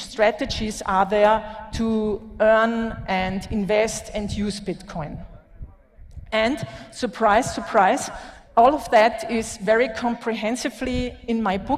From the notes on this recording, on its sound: Talk at LaBitconf 2021 in El Salvador, the longest running Bitcoin conference in Latin America.